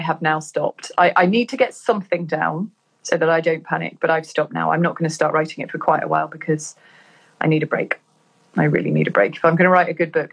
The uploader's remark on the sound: an Instagram Live